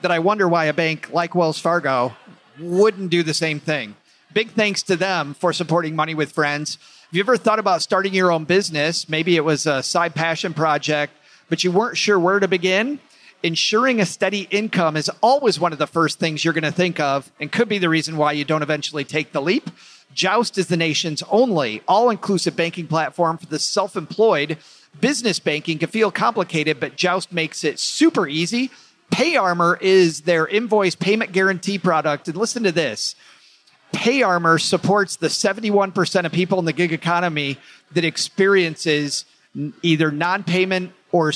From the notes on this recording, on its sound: Live from PodFest. We traveled to Orlando. While there we performed a LIVE show.